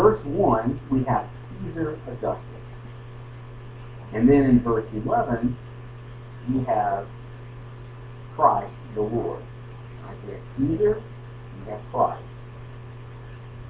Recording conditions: poor sound quality